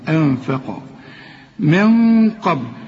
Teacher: شوف الغنة هنا بقى مفخمة ازاي علشان القاف، من قبل وقلقل الايه الباء من قبل الفتح.